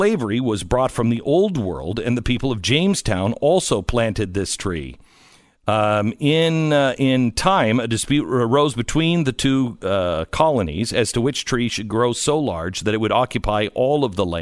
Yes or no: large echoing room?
no